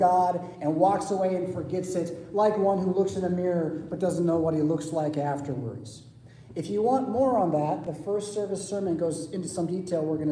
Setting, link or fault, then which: setting, large echoing room